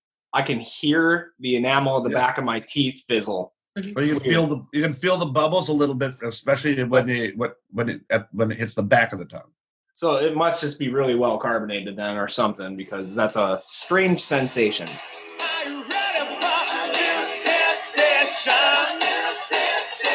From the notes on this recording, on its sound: Welcome once again to another Zoom episode of Brews, Booze, & Reviews! We stared at screens the whole time.